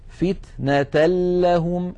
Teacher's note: ننتقل من التاء إلى اللام المشددة ولم يبقى من التنوين شيء · Term: إدغام النون الساكنة والتنوين بغير غنة